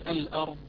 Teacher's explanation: أن الضاد حقها أو من صفاتها الاستطالة